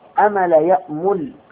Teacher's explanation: الهمزة قد تخفف إذا وقعت غير الأول، لأنها حرف شديد من أقصى الحلق